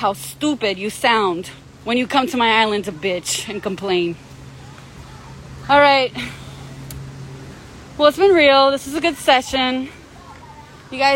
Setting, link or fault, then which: setting, outdoors